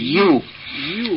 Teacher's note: আর ওই ইয়াটাকে পরিষ্কার করুন, ইউ ইউ যেন হামজার মতো টাইট যেন না হয়ে যায়, ইউ ইউ, ইয়ার মাখরাজ হচ্ছে জিভের মধ্যস্থল তার বরাবর তালু